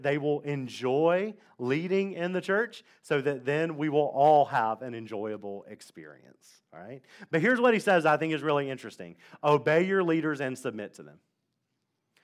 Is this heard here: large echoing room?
yes